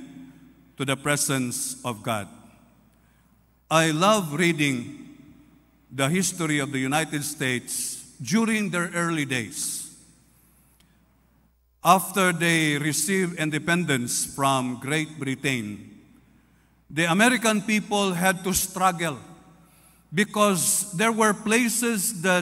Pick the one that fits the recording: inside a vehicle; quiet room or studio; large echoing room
large echoing room